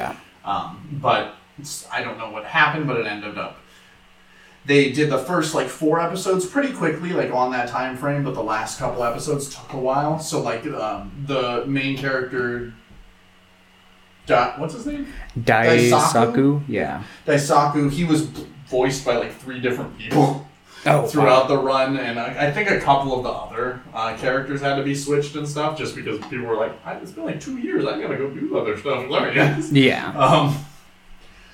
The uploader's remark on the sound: More problems with OUR MICROPHONES.